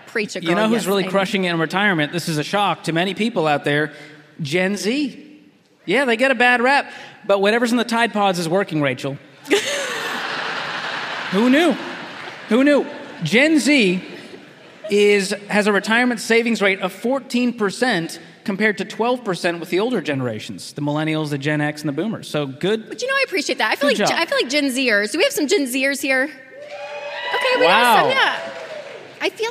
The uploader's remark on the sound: Featuring the very first LIVE audience in the new Ramsey Event Center. From the Smart Conference stage.